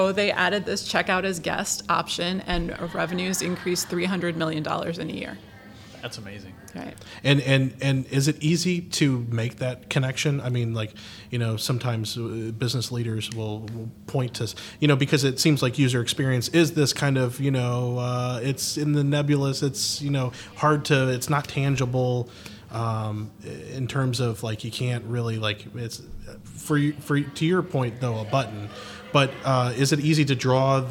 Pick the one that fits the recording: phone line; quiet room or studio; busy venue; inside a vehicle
busy venue